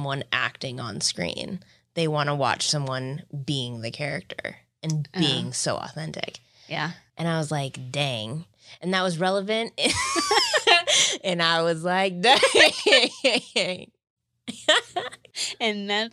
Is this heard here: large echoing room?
no